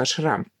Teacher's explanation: Правильно говорить все-таки слово это с ударением на второй слог ашрам · Term: ударение на второй слог